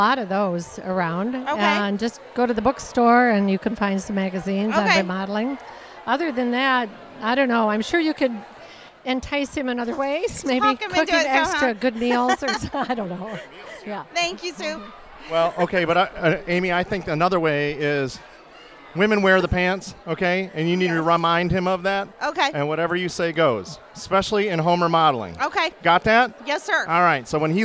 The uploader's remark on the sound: from Girls Night Out at The Shops at Worthington Place